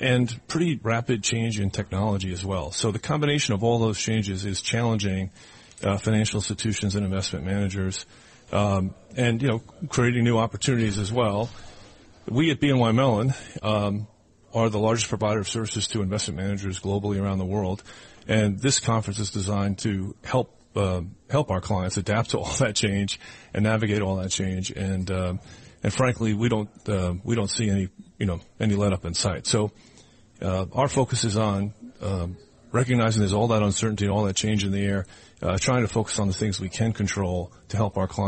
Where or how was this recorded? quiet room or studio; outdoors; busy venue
busy venue